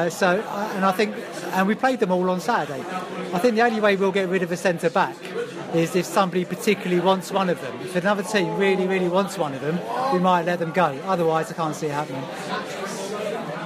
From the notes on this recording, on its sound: Canaries pre-match Podcast from the Pub. This week's podcast was recorded deep, deep in THUGBY territory, but thanks to the staff at The Cabbage Patch in Twickenham for thief excellent hospitality.